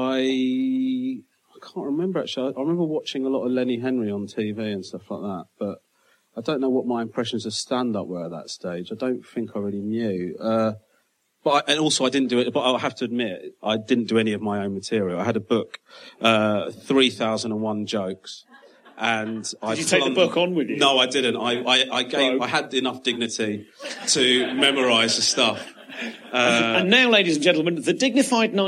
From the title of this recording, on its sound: Live at Soho Theatre